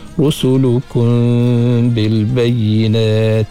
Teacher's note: Mimati berjumpa dengan bak, kita panggil ikhfa syafawi. Ikhfa, dengung di bibir kita tu, kun dengan renggang sikit bibir mulut kita tu, cara ikhfa dah.